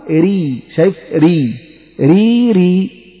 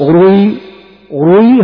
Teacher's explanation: حالات ترقيق الراء: عندما أقول تفخيم الراء يعني أقول رو، يمتلئ الفم بصدى الحرف رو أو را. عندما أقول حرف راء مرققة يعني لا يمتلئ الفم بصدى الحرف · Shown in: first take